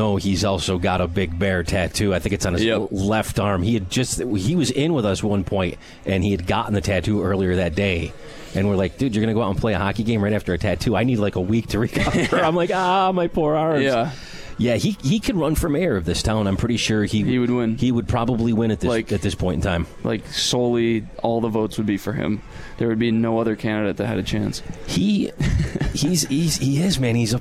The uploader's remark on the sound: Live from Swifty’s for Comets Insider.